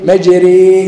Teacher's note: مجريها بترقق تبعا للتقليل · Term: التقليل